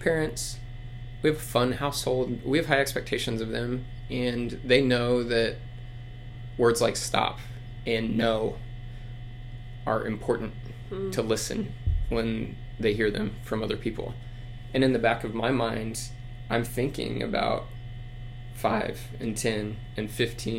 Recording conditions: hum or buzz